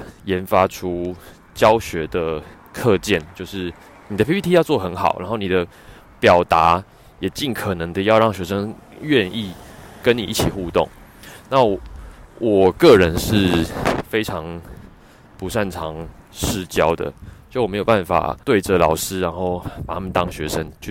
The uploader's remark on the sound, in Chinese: 散步聊天的單元。由於最近採取邊走邊聊的錄製形式，收音品質沒有室內那麼好，請聽者包涵。